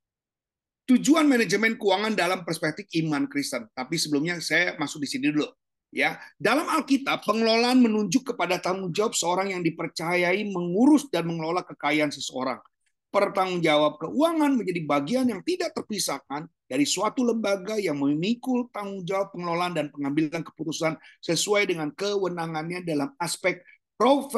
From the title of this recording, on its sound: Audio Zoominar